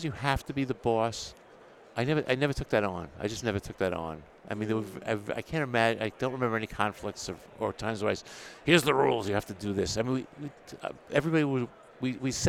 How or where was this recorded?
busy venue